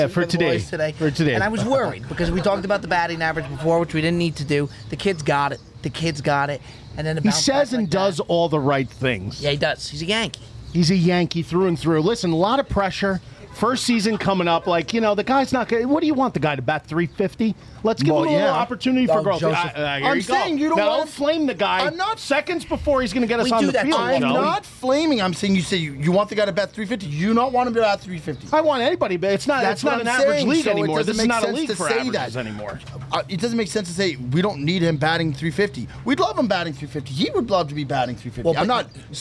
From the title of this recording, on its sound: LIVE FROM LUNA'S WOOD FIRED TAVERN!